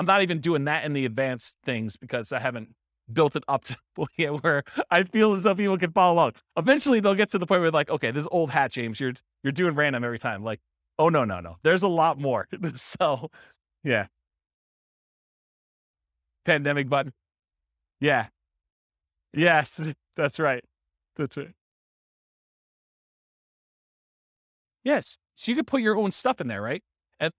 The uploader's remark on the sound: This was a live class recorded